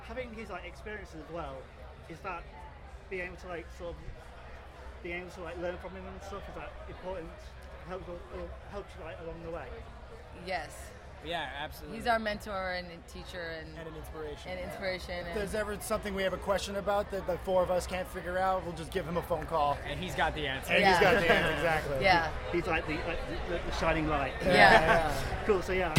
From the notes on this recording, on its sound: at Download Festival 2019